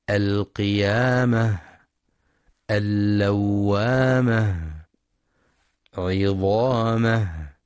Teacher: وينتبه القارئ لهمس الهاء في رؤوس الآيات المختومة بحرف الهاء نحو القيامة، اللوامة، عظامة، لأن الهاء تخرج من أقصى الحلق، وجميع صفات الهاء ضعيفة، لذلك تحتاج لجهد لبيانها ووضوحها.